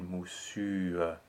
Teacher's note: each vowel, so the U and the E, stays exactly pure.